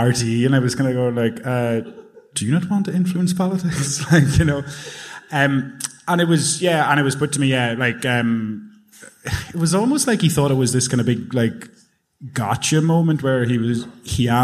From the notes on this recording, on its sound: Live at the Sugar Club. Part 2 of our recent live show in the Sugar Club.